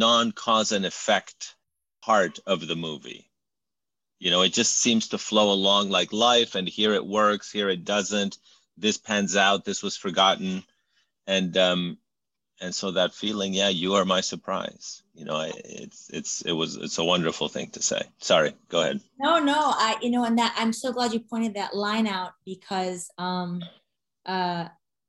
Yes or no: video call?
yes